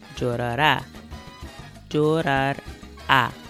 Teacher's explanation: So the A is added to the end and the accent goes over that last A so that I'll know to put the stress on that last syllable